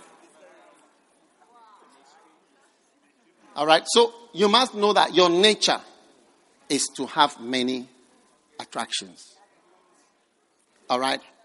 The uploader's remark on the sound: Preached at the First Love Gathering Service.